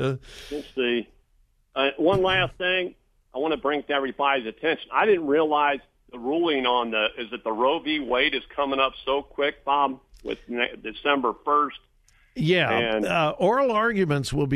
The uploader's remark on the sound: Open Phone Friday